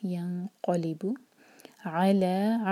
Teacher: यहाँ पर इख़्फ़ा, इसके दो सेकंड्स और क़ाफ़ हैवी